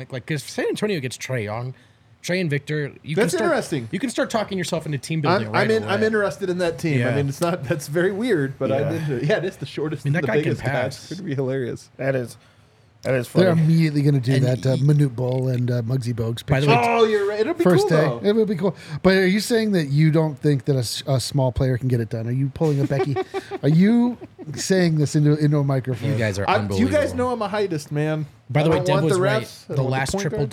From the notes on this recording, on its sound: come to you LIVE from the DNVR Bar